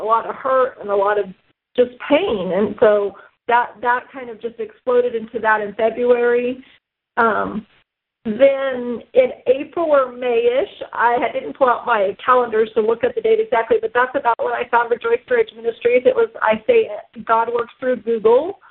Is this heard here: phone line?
yes